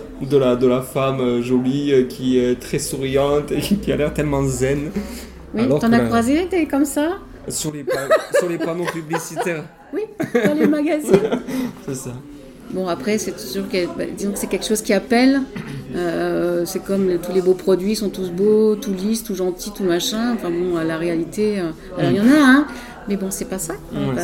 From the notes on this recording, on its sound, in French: Emission enregistrée dans mon café préféré de Rodez : LE BROUSSY.